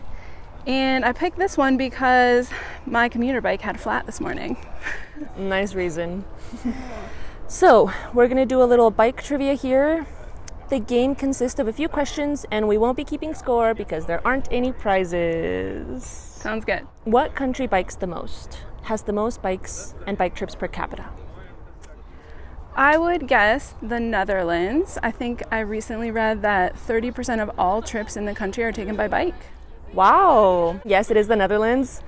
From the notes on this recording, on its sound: After their group #Coffee Outside Tucson ride. The show is being recorded from Sweetwater Preserve—an amazing place to ride your bike (via The Loop multiuse path).